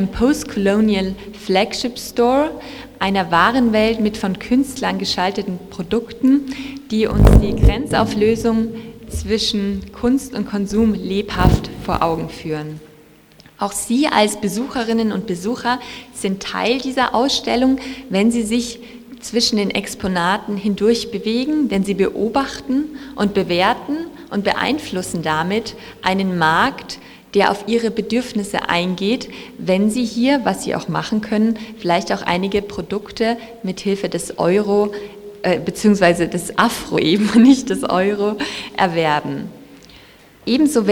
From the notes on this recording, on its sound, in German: Podiumsdiskussion im Postcolonial Flagshipstore